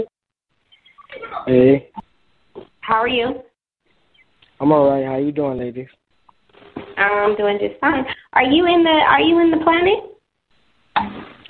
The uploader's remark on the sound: …'s Personal Prank Phone Calls Collection.